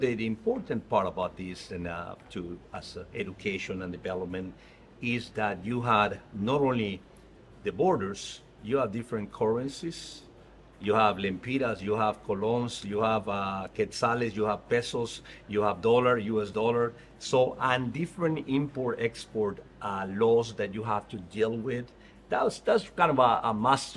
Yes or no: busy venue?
yes